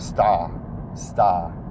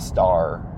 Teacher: I'm pretty sure most British accents drop the R. · Shown in: first take